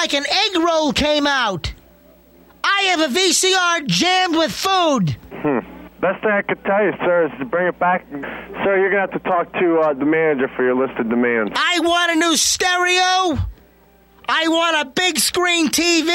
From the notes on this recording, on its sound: Prank Phone Calls Collection